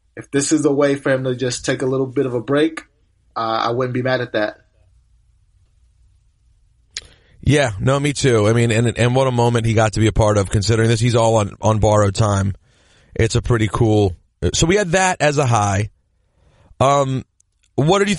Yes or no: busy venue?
no